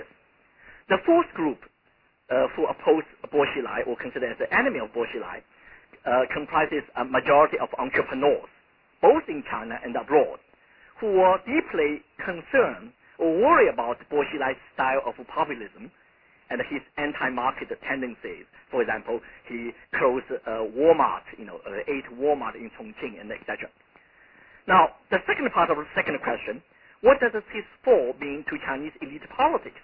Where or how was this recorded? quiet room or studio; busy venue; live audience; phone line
phone line